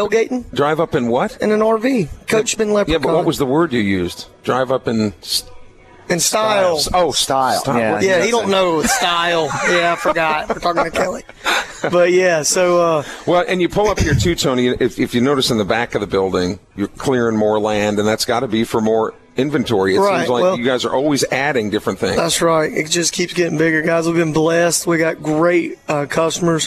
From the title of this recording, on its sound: Broadcasting From Ramey Motors In Purvis, Mississippi